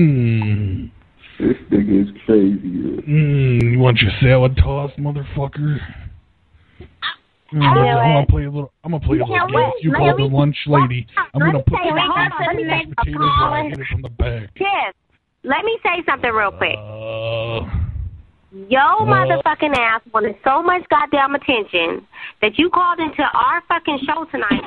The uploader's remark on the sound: …'s Personal Prank Phone Calls Collection.